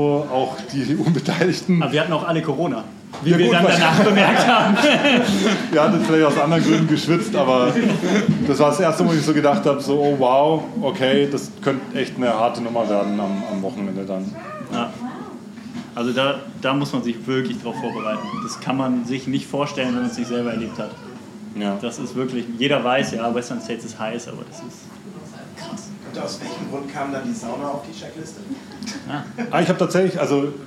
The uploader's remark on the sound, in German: Book Release Party Replay. Live-Mitschnitt. Book Release Party im A Little Lost in München.